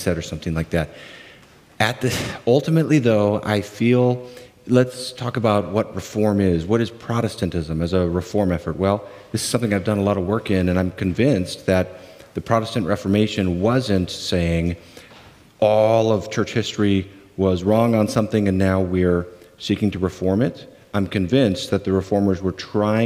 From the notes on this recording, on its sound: In this talk at the 2022 Center for Pastor Theologians Conference